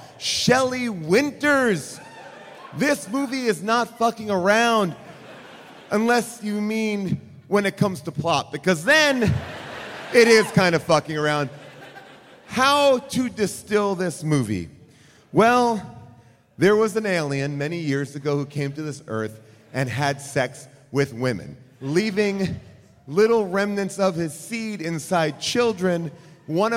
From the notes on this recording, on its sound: Recorded live from Seattle